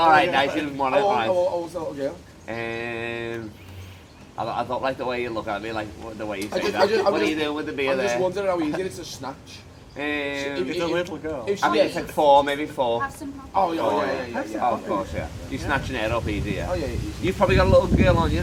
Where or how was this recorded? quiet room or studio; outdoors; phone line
outdoors